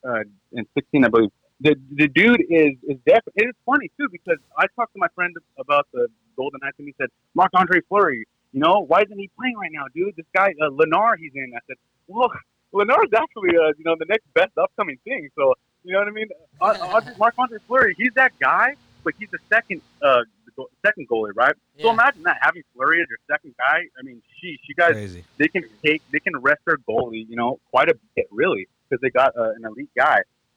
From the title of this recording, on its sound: Phone interview